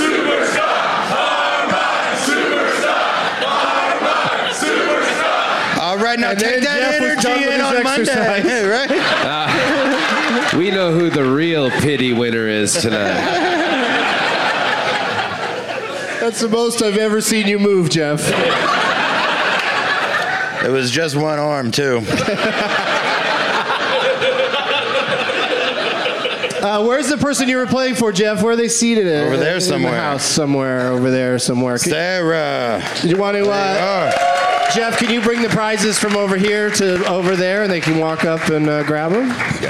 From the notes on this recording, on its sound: Live from Helium Comedy Club in Indianapolis